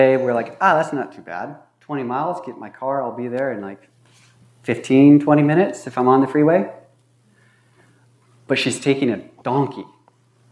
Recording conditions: large echoing room